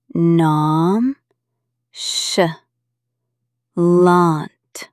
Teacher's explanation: Notice the French sh sound in the middle, not ch.